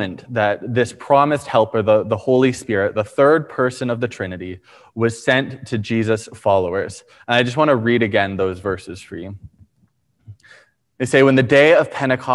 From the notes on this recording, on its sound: Preached on May 23, 2021 at Liberty Grace Church